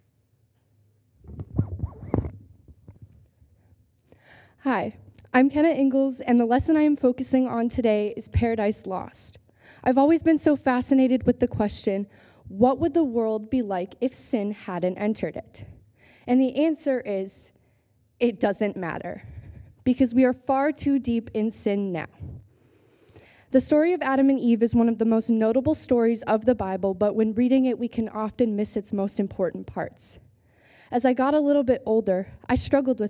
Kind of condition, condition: setting, large echoing room